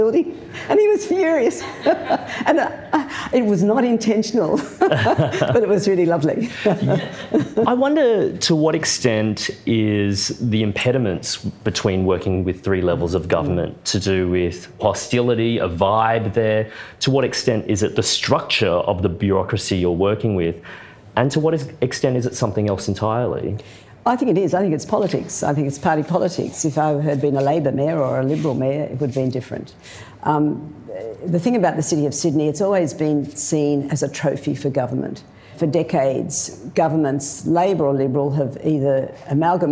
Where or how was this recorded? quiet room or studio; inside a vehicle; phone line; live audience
live audience